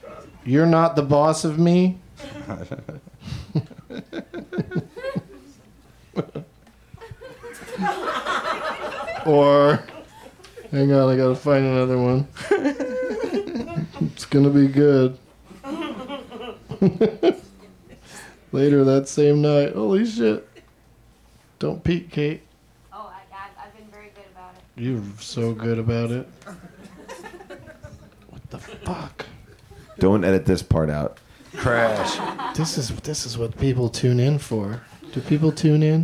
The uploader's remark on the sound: Live from the UCB Franklin